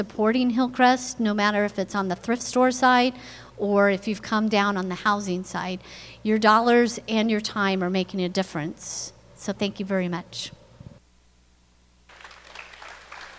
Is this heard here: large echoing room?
yes